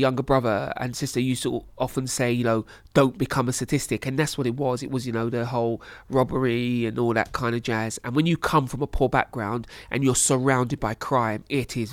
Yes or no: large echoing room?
no